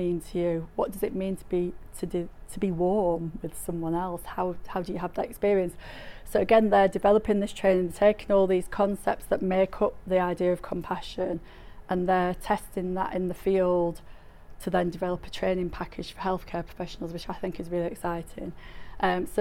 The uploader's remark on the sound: The Northern Mental Health Nursing Qualitative Research Forum meets three times a year. The following session was recorded at their third event on Friday 12 May 2023.